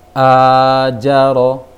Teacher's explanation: antara ja dengan ro tidak boleh ada jarak suaranya.